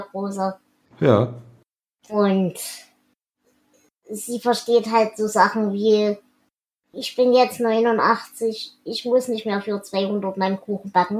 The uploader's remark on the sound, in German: Ein Transkript findet ihr diesmal nicht weil auphonic bzw Whispersync diesmal auch trotz mehrfacher Versuche nur Mist ausgespuckt haben. Da die 005 und 006 am selben Tag aufgenommen wurden und scheinbar den selben Fehler enthalten.